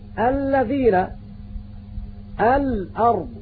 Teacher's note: وإذا أردت أن تعرف ذلك تفكن حرف اللام فتقول مثلا الذين الأرض، فنجد أن اللام تخرج من إحدى حافتي اللسان إلا أنها من جهة اليمين أكثر استعمالا، ويبدأ خروج مخرج اللام من الضاحك إلى منتهى اللسان في نفس الحافة. وحافة اللسان معناها جانب اللسان الذي يتصل بالأضراس، والأسنان.